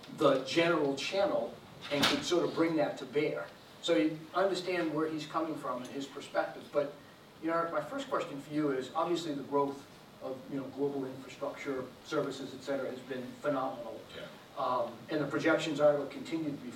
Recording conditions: live audience